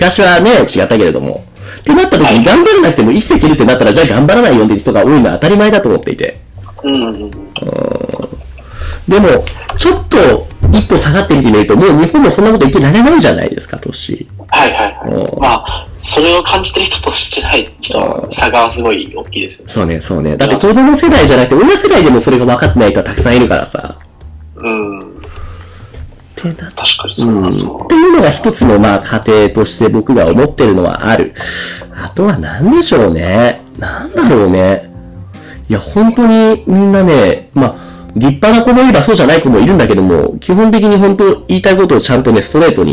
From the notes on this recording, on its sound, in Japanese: 今回機材トラブルで音割れが発生しております